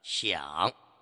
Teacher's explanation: 它处在语句末尾的那个音节上，一定要保持好它的调型。也就是说呢，要有一个明显的降声，明显的降声。比如这个问题啊，你是这么想的，想。这个问题啊，你要这样想，你不能读成这个问题，你要这样想，这就不对了。一定啊，在语句末尾的时候呢，要有个降声的明显的一个趋向啊趋向。为了便于啊朋友们更好的、更细致 · Term: 第三声